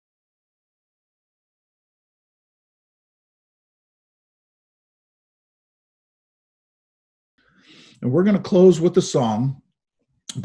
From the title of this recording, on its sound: Zoom Sunday